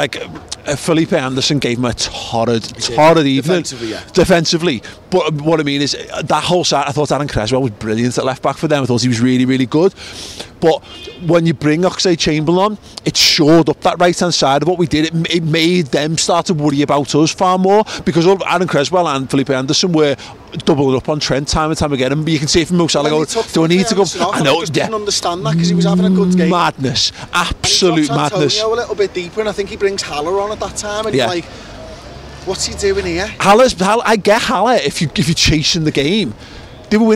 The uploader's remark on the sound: outside Anfield